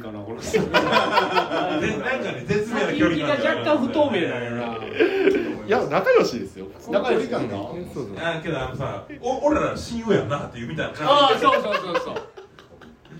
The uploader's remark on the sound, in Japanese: 紅鶴イベント収録